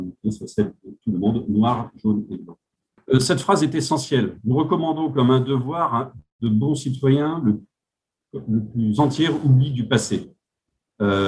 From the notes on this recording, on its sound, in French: Discussion Enregistré sur Zoom